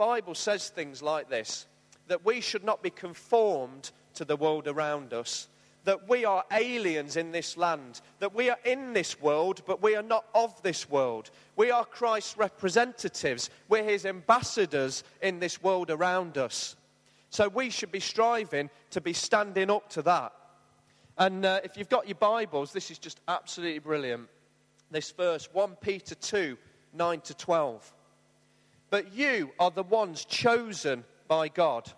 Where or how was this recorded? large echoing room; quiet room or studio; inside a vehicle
large echoing room